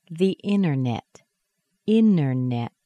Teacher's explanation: It's spelled with a T, but you can't hear it. You don't hear the T because it's dropped. We've got an N plus a T, plus an unstressed syllable, and that T isn't heard.